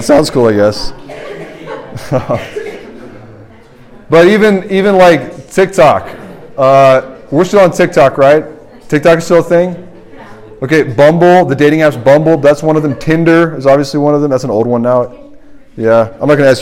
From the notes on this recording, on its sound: This is the sermon from RUF Large Group at Washington & Lee